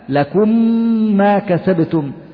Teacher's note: في كلمة ما كسبتم، عندما تقول لكم ما، لكم ما كسبتم، أدغمنا الميم الأولى يعني أدخلنا الميم الأولى في الميم الثانية ونطقناها ميمين يعني ميما مشددة · Term: إدغام صغير